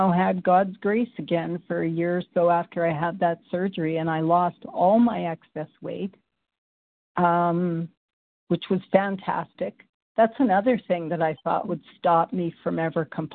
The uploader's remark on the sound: qualification from the 100 Pounders Phone Meeting